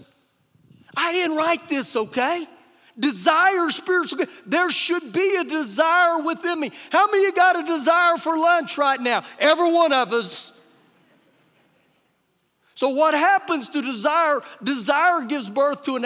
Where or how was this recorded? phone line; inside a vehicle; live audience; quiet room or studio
live audience